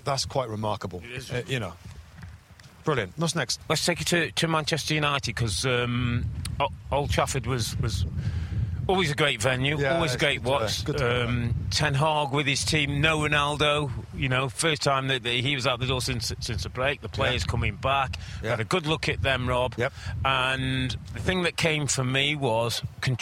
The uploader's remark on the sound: Special U.K. Trip Edition: Live From Elland Road.